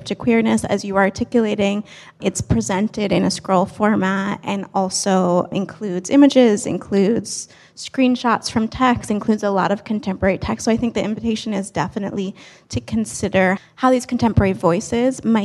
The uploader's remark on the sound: Disloyal is back with a live episode! They spoke in front of a live audience at the JMM.